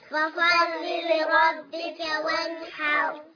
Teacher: راء ساكنة مفخمة عند الوقف